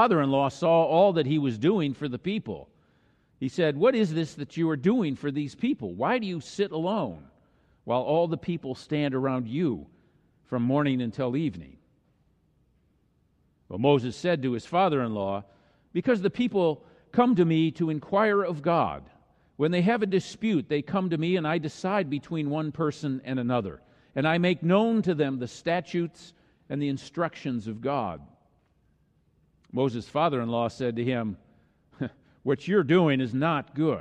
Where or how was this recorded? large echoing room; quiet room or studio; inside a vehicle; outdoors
large echoing room